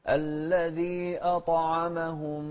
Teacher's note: الطاء ساكنة وهي مفخمة أيضا ومقلقلة